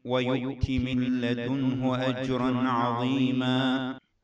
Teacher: من لدنه، النون بعدها لام، إدغام بدون غنة